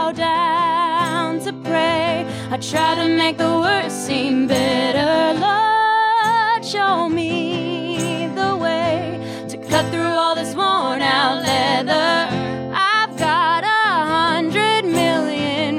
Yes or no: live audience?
yes